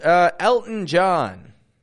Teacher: There's a glottal T in there, isn't there?